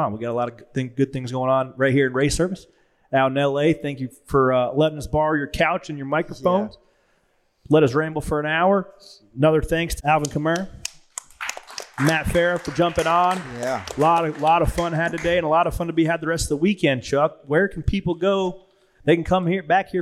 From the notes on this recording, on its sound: live from Race Service in Los Angeles